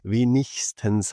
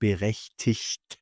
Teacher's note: Wenn IG und ein Konsonant folgt, dann machen wir das in diesem Ich.